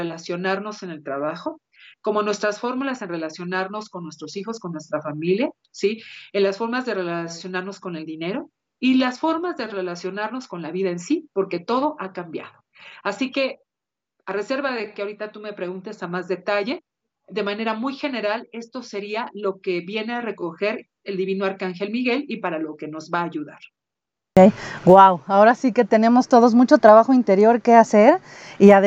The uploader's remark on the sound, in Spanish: a través de Skype